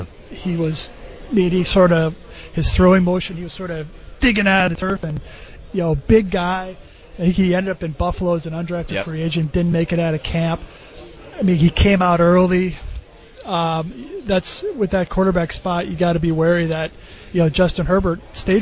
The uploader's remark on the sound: Live from The Senior Bowl